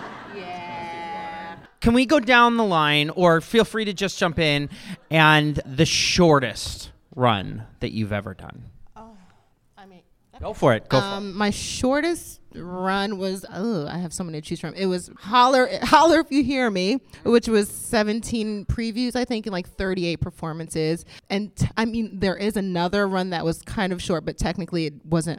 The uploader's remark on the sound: Before a live audience at BroadwayCon.